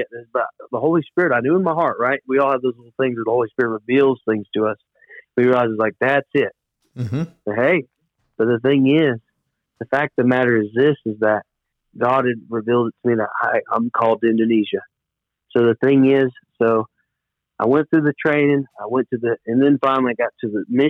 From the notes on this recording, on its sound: This week, we put together a phone interview.